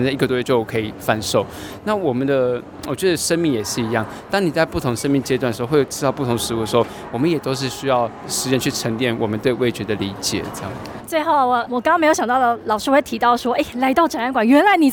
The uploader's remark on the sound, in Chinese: Live tour 2023臺灣美食展！